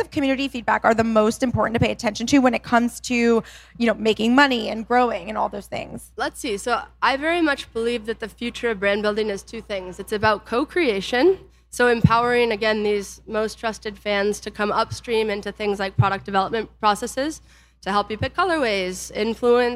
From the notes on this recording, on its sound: Live From Small Business Summit. Live from our 2022 Small Business Summit event.